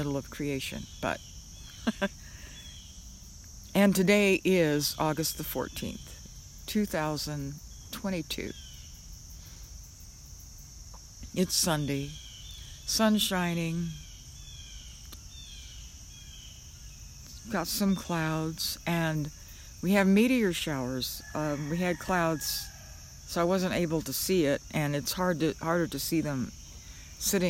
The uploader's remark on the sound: When I first went outside and sat down in the yard to do this podcast, a small bird flew into the Trees on my left side and started chirping. Every time I turned my head to look for the little bird, it stopped chirping!